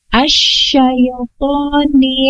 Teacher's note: ada sifat tapasyi, yaitu udara menyebar